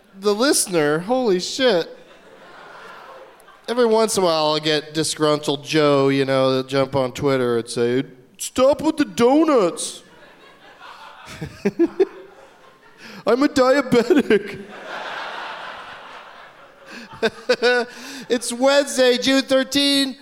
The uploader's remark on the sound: Live from the Gramercy Theatre in NYC